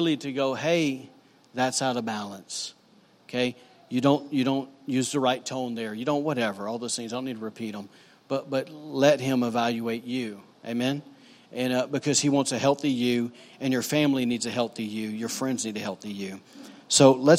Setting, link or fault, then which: setting, large echoing room